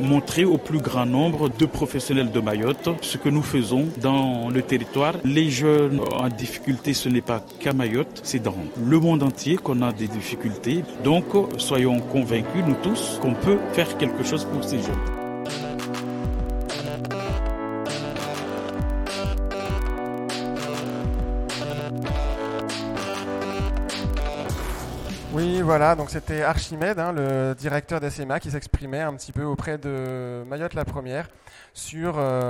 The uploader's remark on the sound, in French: Webradio en direct du séminaire en internat à Kani Kéli.